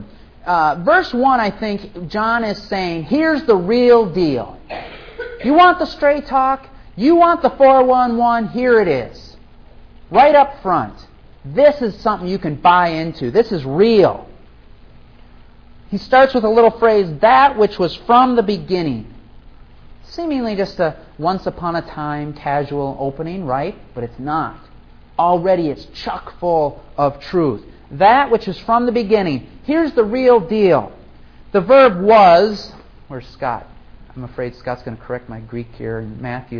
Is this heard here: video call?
no